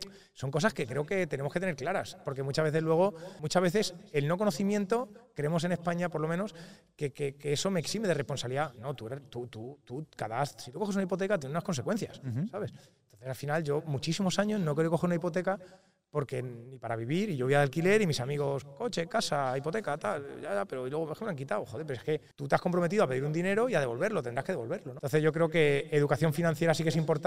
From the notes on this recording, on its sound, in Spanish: El podcast Sendero LIBERTAD ha sido grabado presencialmente en el evento "1 año para la LIBERTAD" en Castellón.